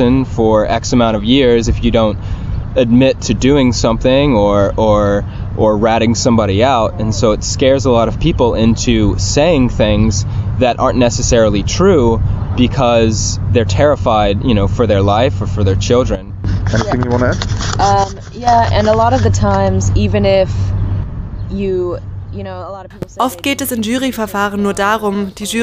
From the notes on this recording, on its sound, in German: Anfang Juni sprachen wir in Berlin am Rande eines Vortrages der Free Mumia Bewegung